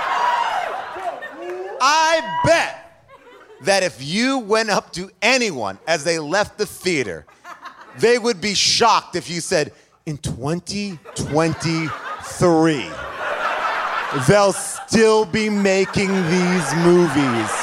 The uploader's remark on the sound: LIVE from Largo in LA